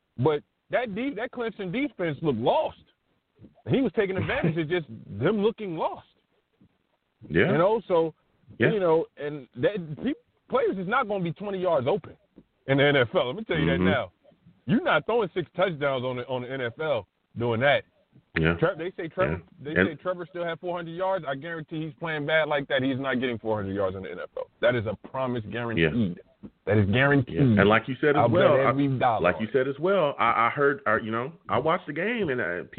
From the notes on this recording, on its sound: I take live callers!